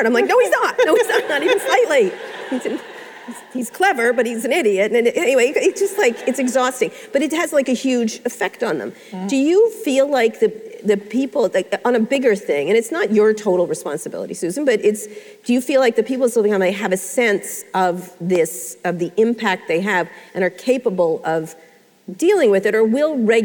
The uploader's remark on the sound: live interview recorded at Lesbians Who Tech in San Francisco